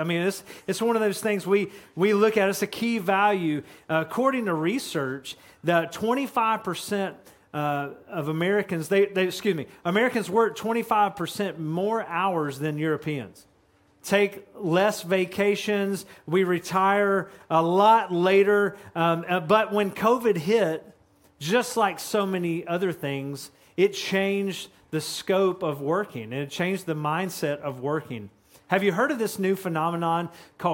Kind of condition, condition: setting, large echoing room